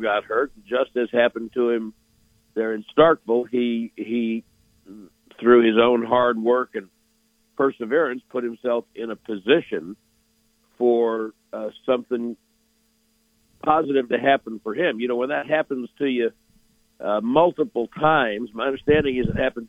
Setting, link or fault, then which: link, phone line